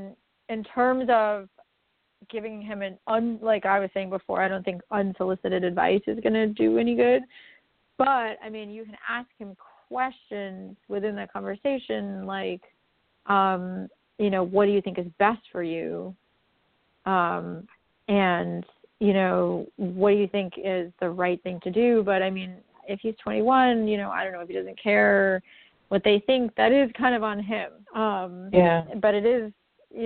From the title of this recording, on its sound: A Call-In Show